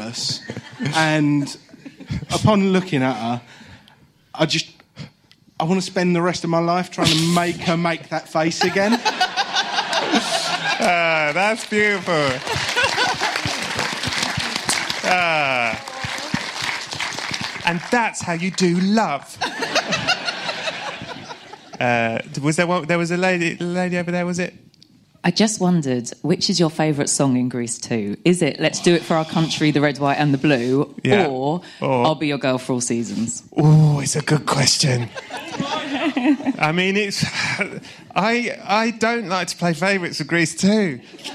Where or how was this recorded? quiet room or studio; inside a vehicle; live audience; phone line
live audience